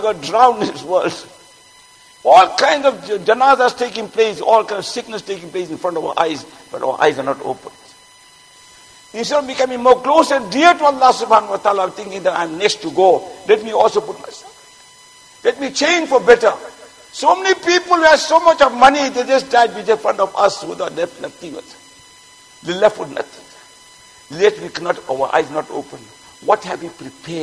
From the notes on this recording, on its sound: Jumuah lecture at Masjid Mueenuddeen